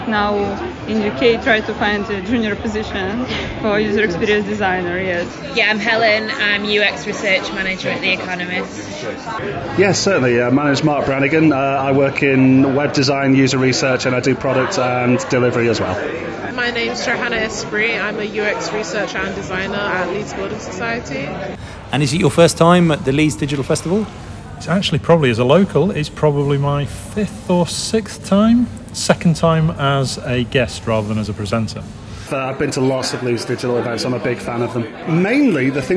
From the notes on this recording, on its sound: This is the final episode in a three part mini-series about the Lion+Mason event at the Leeds Digital Festival 2023. Recorded on the day, you'll hear from a variety of event attendees as they they reflect on what they learned from the sessions.